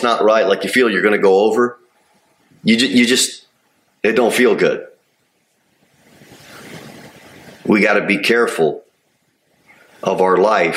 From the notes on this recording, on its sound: Sermon delivered at Pilgrim Baptist Church on Sunday, September 17, 2023, at 2:15 pm. Jere Whitson Rd.